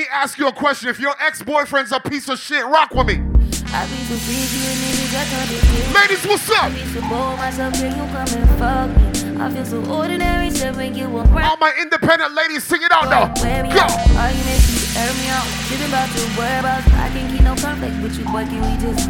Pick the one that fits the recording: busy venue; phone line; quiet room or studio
busy venue